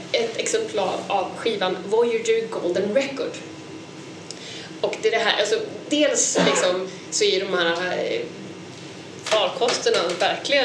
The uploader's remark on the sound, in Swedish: Live på Kvinnohistoriska. Kvast Pop Up Pod kör live från scenen under invigningen av Kvinnohistoriska museet i Stockholm 3 mars.